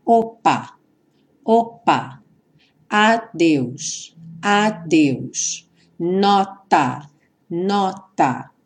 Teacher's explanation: Se a gente falar lentamente as palavras opa, opa, adeus, adeus, nota, nota a gente vai reparar que no P do opa, no D do adeus e no T do nota há uma interrupção breve do som · Term: consoantes oclusivas